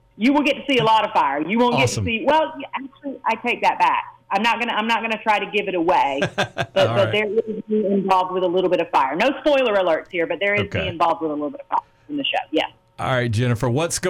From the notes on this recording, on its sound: called in to chat